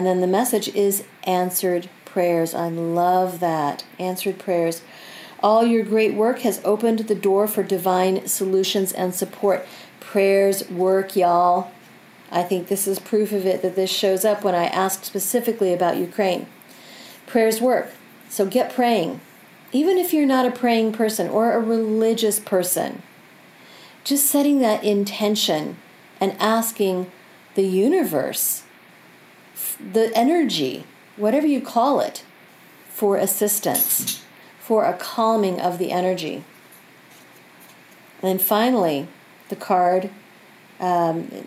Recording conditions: sounds in the background